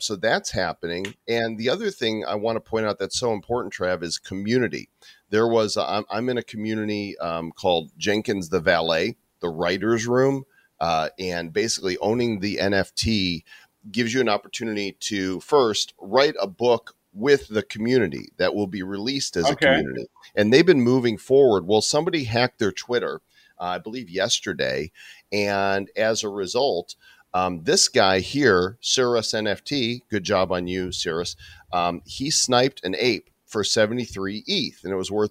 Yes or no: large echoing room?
no